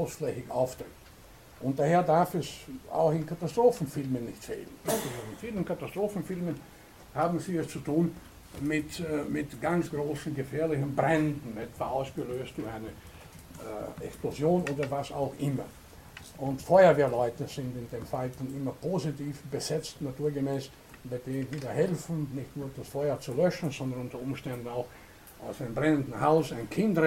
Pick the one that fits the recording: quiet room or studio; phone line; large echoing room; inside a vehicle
large echoing room